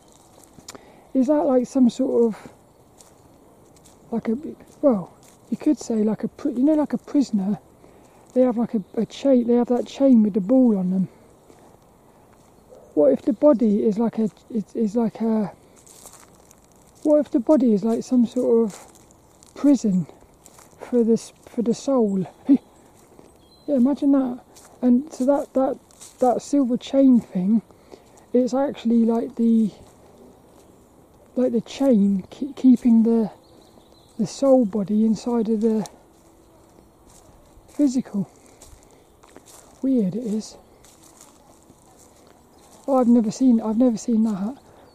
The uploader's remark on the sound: That's what I ask on this lil walk and talk around Plymbridge Woods.